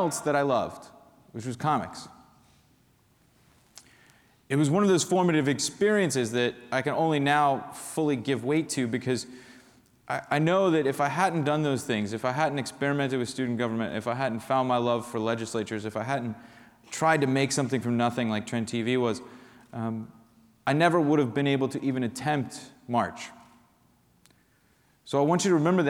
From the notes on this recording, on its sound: spoke at The University of Washington’s Meany Hall on February 23